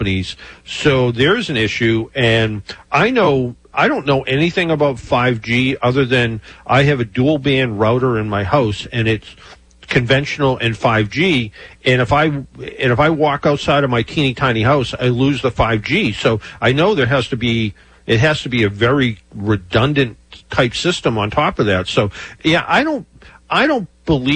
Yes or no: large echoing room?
no